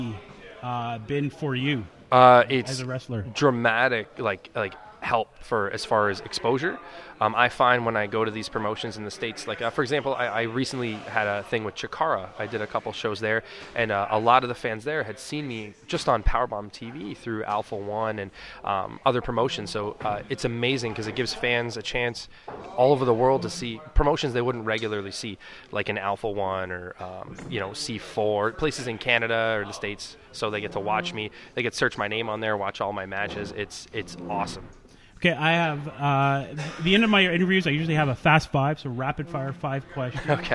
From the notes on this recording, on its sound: live at their Forever Causing A Ruckus event